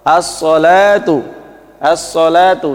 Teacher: Jadi alnya, lamnya tidak dibaca, langsung dimasukkan. · Term: idgham